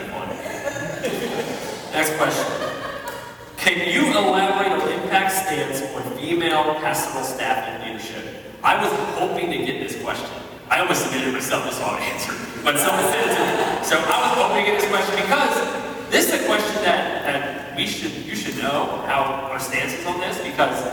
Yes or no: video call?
no